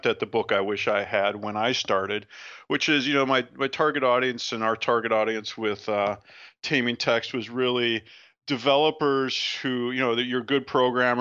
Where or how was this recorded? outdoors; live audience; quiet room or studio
quiet room or studio